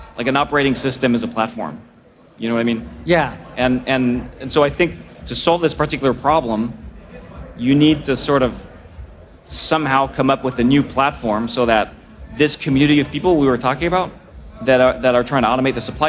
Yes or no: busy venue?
yes